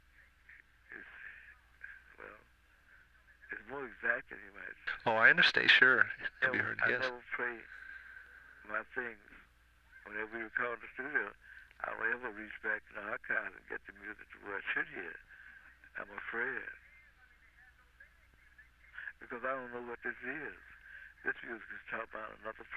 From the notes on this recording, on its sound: Phone call